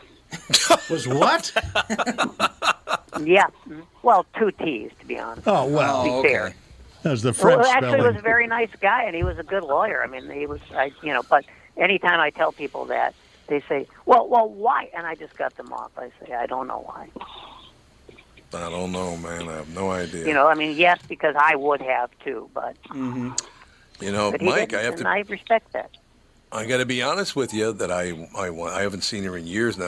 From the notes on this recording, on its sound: A very unusual and up lifting episode guided by many callers who phone in to discuss their struggles with alcoholism.